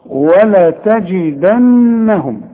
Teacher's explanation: خد بالك من النون اللي عليها الشدة لازم تغن، وخد بالك من الجيم لازم تعطش